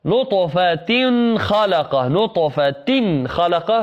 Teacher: من نطفة، هنا إدغام، نون ساكنة من وراءها نون، وهذا الحكم يسمى إدغام. نطفة خلقه، نطفة خلقه تنوين، ولم نسمع غنة لأن وراءها حرف من حروف الحلق · Term: إظهار